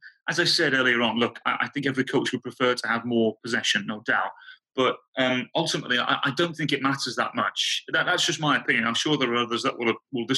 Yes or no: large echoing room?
no